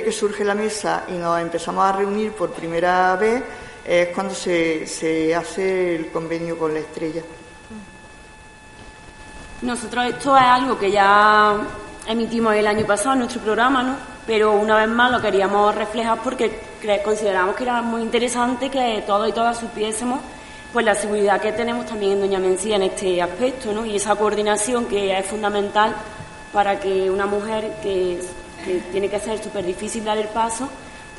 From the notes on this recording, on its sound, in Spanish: Voces Violeta desde la Casa de la Cultura. La Casa de la Cultura ha acogido el evento Voces Violeta contra la violencia machista. Ha realizado un programa en directo.